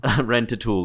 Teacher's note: the emphasis really should be on the last syllable there